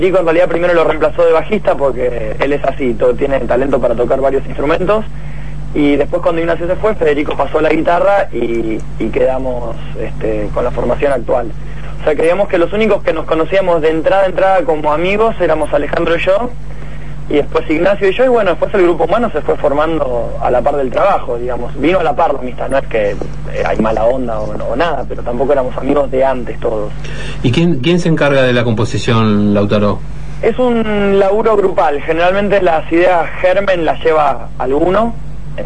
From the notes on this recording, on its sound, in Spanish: Nota telefónica. En Buenas Tardes Rock.